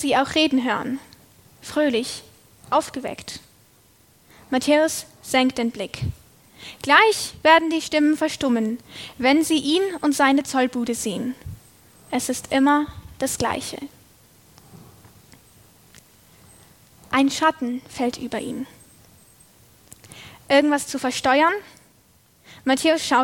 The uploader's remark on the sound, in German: Predigt aus der LKG Rostock